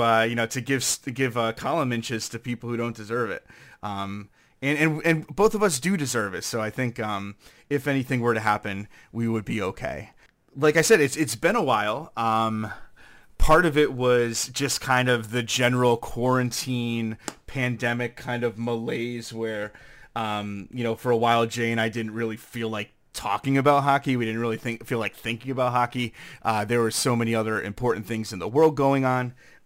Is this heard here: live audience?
no